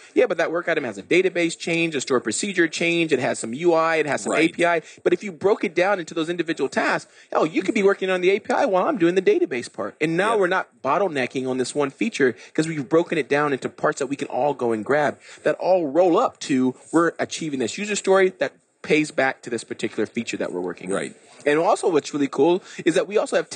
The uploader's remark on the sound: LIVE at Microsoft Ignite